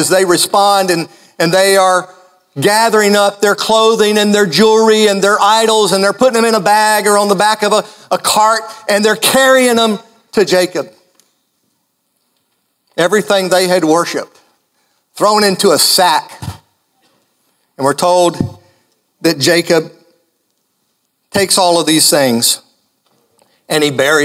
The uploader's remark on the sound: Live in Bethel